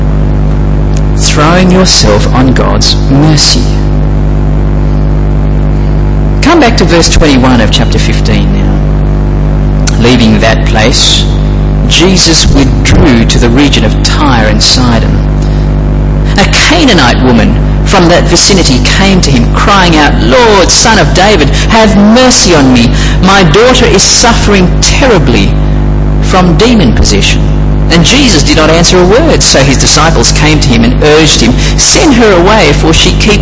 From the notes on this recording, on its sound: Apologies for the sound quality and the buzz in the background